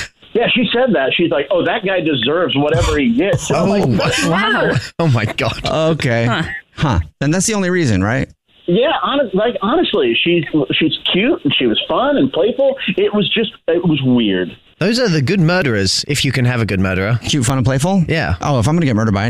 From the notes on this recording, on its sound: We get that other person on the phone.